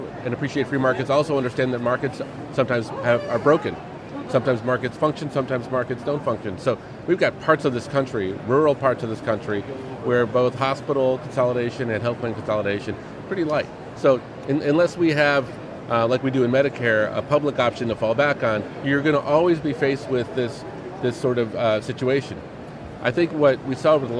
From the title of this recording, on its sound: LIVE from #HiMSS17